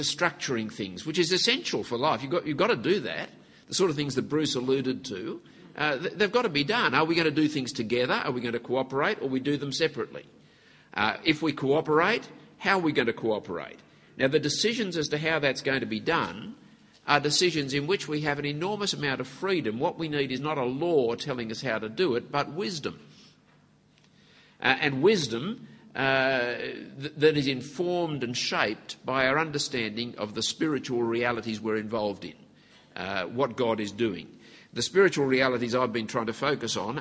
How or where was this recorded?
live audience